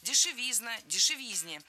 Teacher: Дешевизна тоже неверно. В этом слове, опять же, ударным должен быть суффикс «изн». · Term: ударение